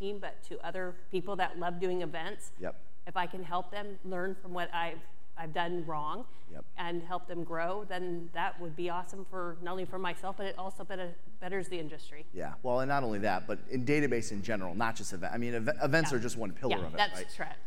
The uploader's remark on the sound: we’re bringing you a live segment